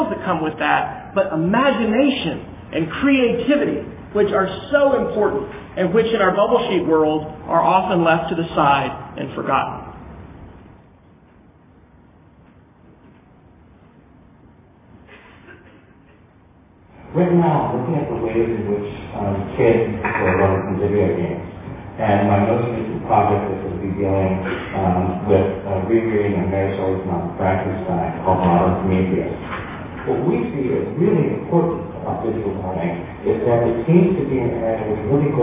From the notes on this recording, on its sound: Opening keynote address at the 2011 TechForum in Chicago, Illinois. (The actual location of the Techforum was in Lincolnshire, IL, just north of Chicago.)